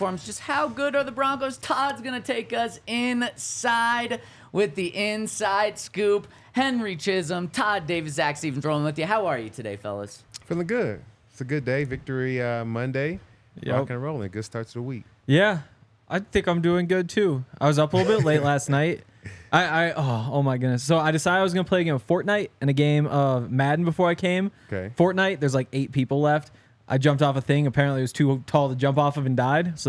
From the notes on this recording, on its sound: coming to you LIVE from the DNVR Bar